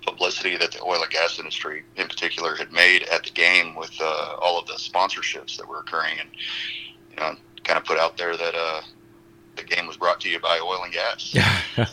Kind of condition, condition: link, phone line